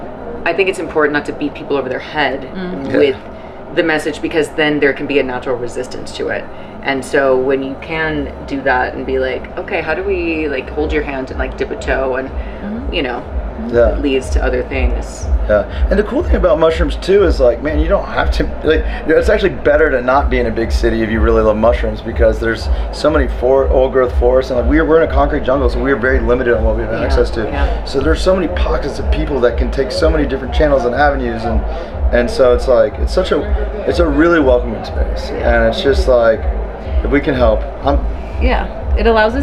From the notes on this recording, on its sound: a compilation of short on-the-go interviews with thought leaders during MAPS' Psychedelic Science Conference